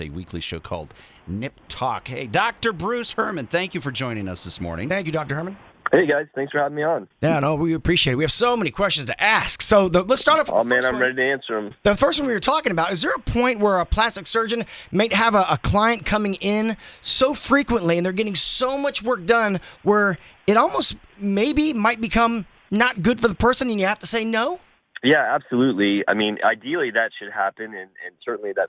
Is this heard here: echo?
no